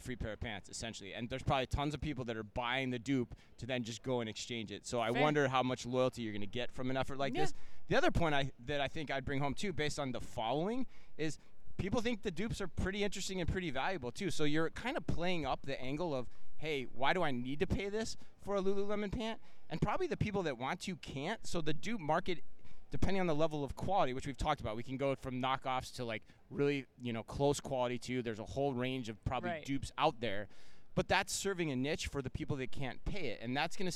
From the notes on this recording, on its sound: live from Shoptalk Europe in Barcelona